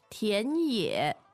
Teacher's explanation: 田野, second and third tone